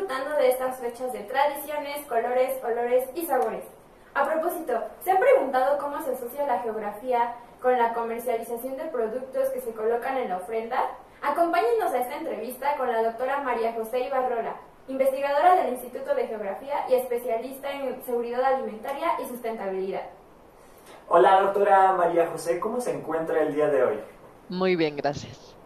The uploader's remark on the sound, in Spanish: Este episodio presenta problemas en el audio.